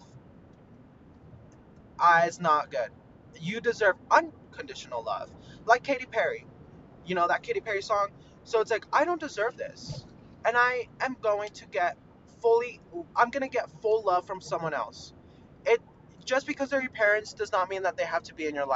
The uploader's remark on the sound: mini ROAD-TRIP podcast so so sorry abt the audio.